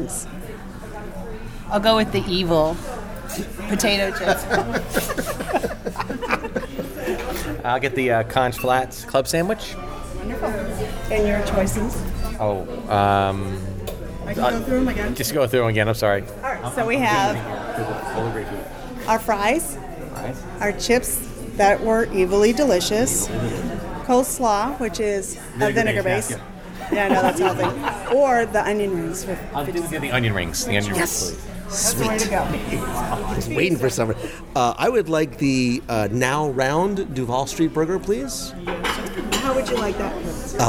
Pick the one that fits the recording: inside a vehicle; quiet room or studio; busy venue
busy venue